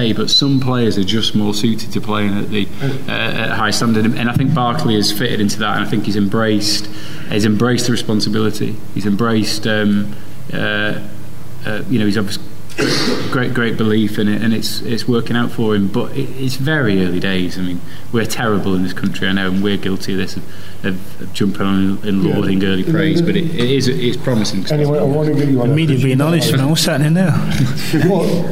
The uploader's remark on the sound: Live from Manchester. Live from the National Football Museum.